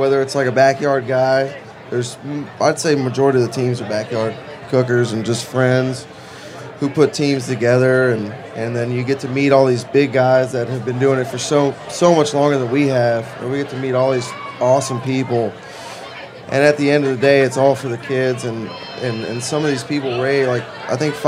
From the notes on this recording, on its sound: in the HRN teepee at Charleston Wine + Food